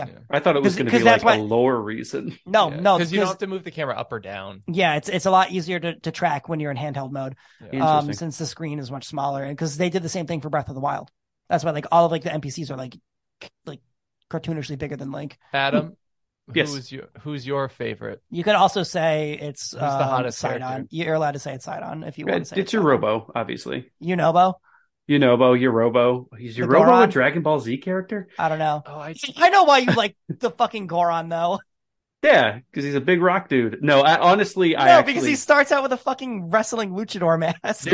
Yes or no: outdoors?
no